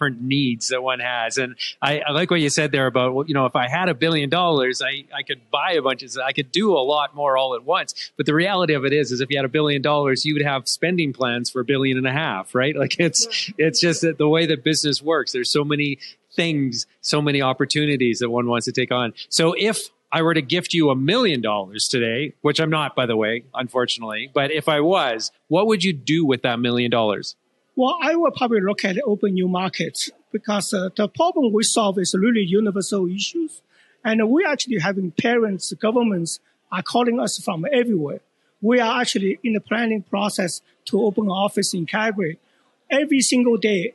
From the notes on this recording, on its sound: we’re filming at the Telus CSW Pitch Party